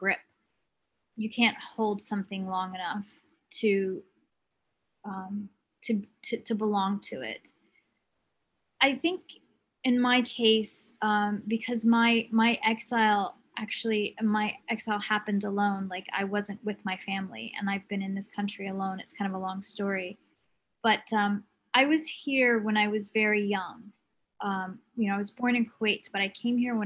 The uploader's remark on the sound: The conversation in this episode was was recorded in October 2020 as part of a series of webinars presented by APAN, the Australian Palestinian Advocacy Network.